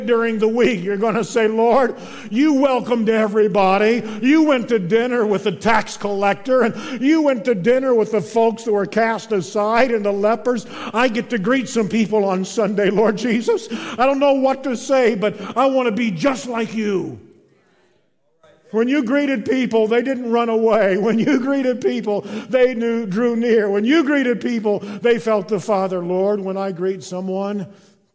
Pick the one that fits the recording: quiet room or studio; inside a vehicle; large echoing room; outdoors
large echoing room